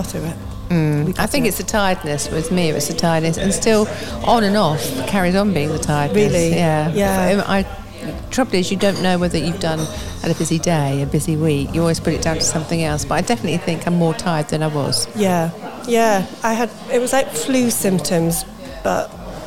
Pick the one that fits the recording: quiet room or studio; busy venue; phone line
busy venue